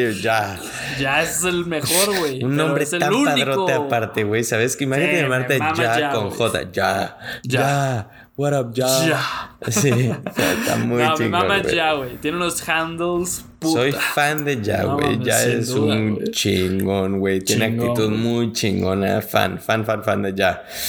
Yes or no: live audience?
no